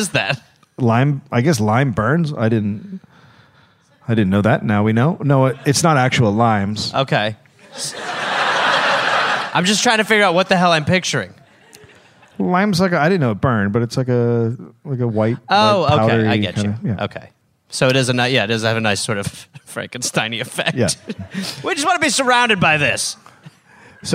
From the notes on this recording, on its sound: (Live in SF). Recorded live at Marines Memorial Theater.